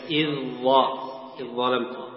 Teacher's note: إدغام الذال بالظاء إدغام متجانس